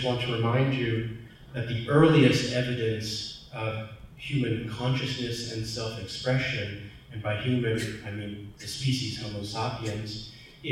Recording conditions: large echoing room